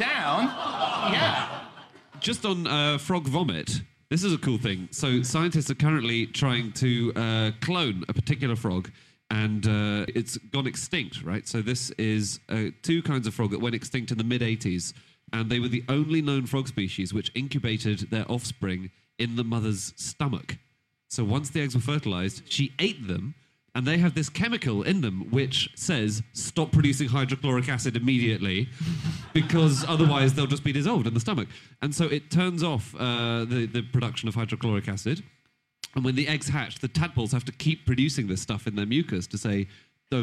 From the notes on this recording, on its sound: Live from Up The Creek in Greenwich.